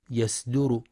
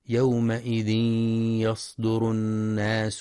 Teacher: يخطئ من يقرأ يصدر بترقيق الصاد فتقترب من السين يصدر، والصواب تفخيمها